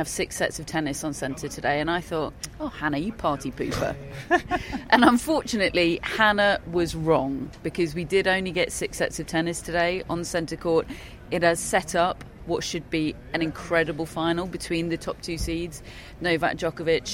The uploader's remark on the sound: Live from Wimbledon Day 12